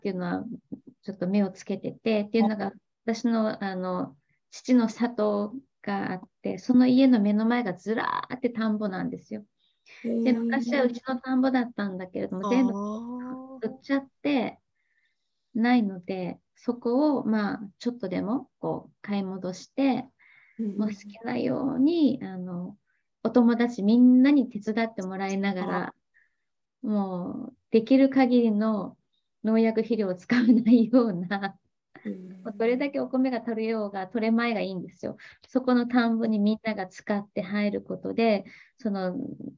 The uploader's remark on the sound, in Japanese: 勉強会音声。オンラインで開催している「月イチ勉強会」の音声を特別配信！